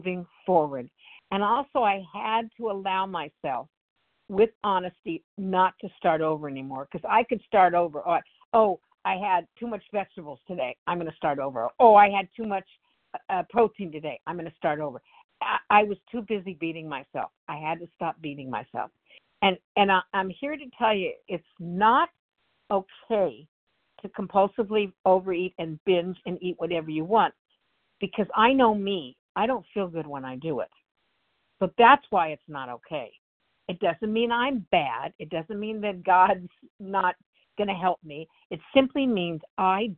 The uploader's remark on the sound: the 100 Pounders Phone Meeting, 12/12/23